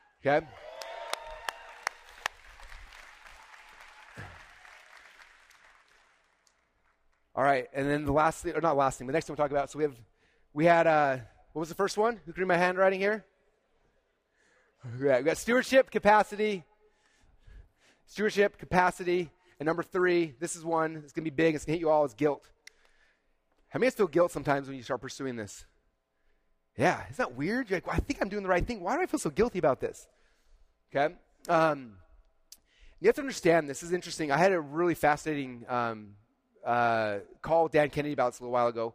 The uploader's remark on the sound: This was my keynote presentation at Funnel Hacking LIVE 2022